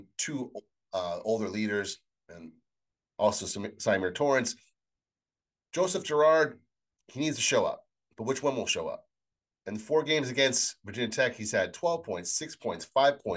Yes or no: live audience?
no